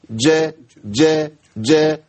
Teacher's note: الجيم لابد من بيان صفة الشدة فيها. فرجة ج ج ج انقطاع الصوت والنفس يبان فيها